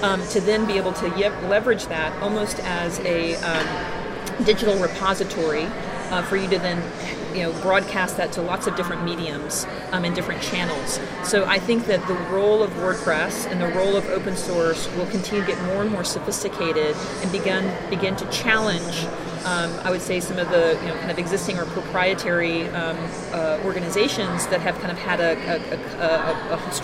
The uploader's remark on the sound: Recorded at the WebSummit, Lisbon, 2016.